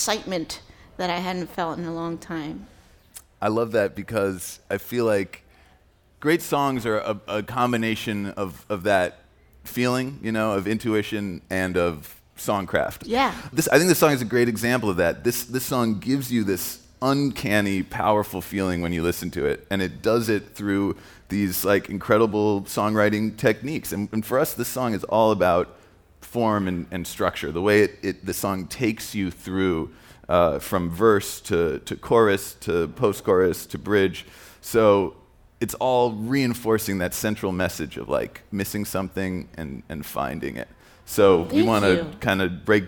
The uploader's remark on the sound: Live from SXSW